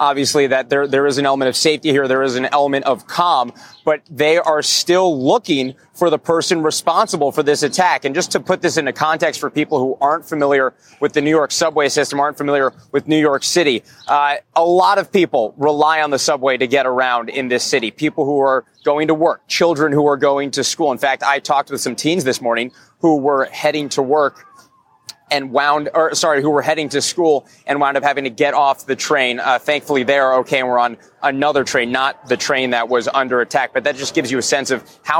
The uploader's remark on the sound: We then take you to the live press conference during which officials provided an update on the New York City manhunt for the gunman.